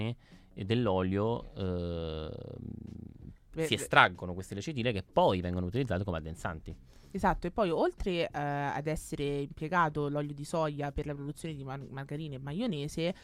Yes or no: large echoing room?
no